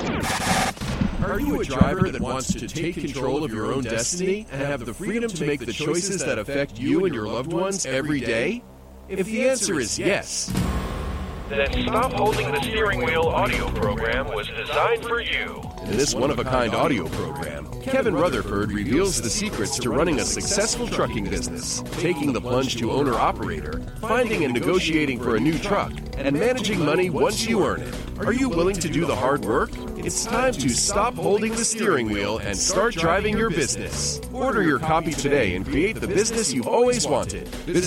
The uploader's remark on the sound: Call in Question and Answer Show